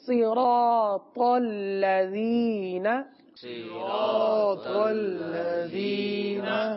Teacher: صوت کو زیر کے ساتھ پڑھنا ہے معروف طریقے سے، کیونکہ زیر میں آواز کو نیچے گرایا جاتا ہے، مجہول نہیں کیا جاتا. صاد زیر سی سی.